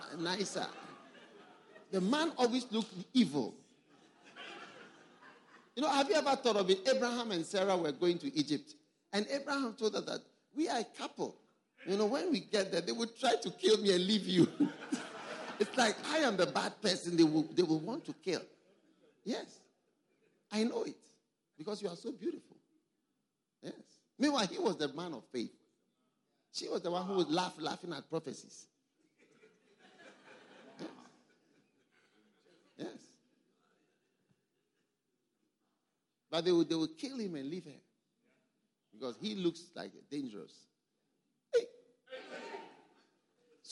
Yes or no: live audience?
yes